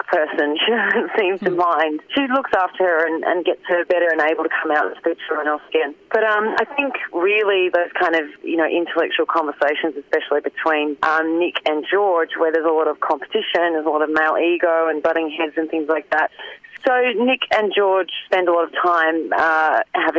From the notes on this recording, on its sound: phone interview audio quality is a bit scratchy